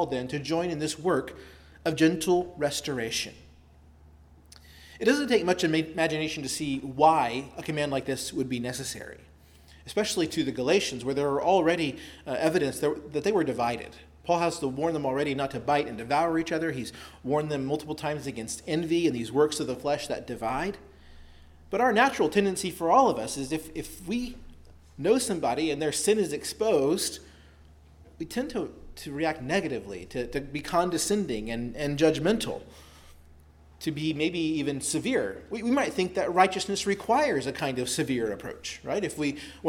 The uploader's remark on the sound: preached at Christ Our Savior Baptist Church on Sunday, September 17, 2023